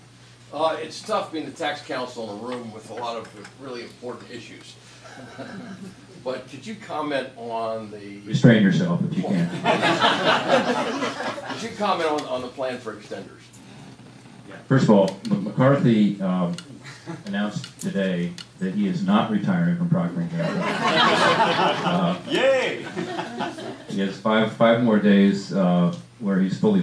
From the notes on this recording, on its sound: WASHINGTON, DC. Appeared before a breakfast meeting of The Ripon Society, delivering a speech.